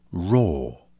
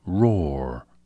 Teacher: You've already noticed that most English speakers treat an R before a vowel differently from the way they do when it follows one. A standard British English speaker will say raw, sounding only the first R, while most American English speakers say roar, sounding both.